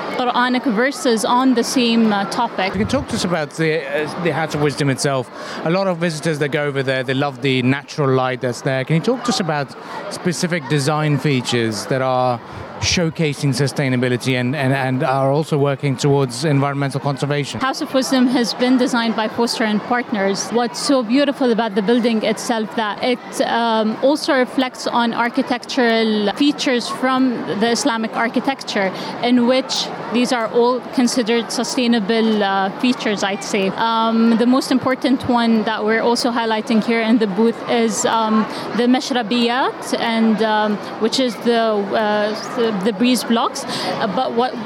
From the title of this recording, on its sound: Live from SIBF 2023